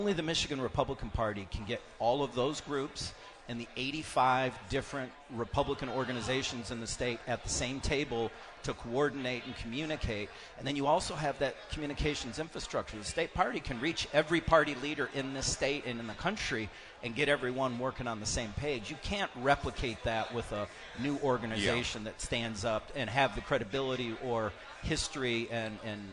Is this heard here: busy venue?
yes